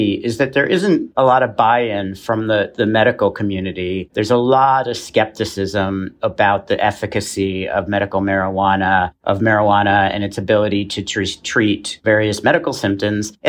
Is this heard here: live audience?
no